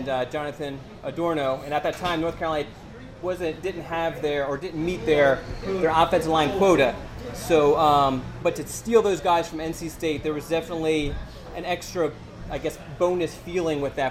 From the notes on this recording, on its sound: Live From IC's 2020 National Signing Day Event. The IC crew comes to you live from the Hickory Tavern in Carrboro for the 2020 National Signing Day Event. Answer questions from the members of the IC community in attendance.